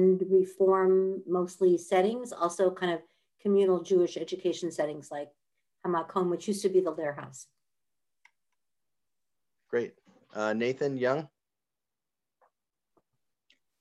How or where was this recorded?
video call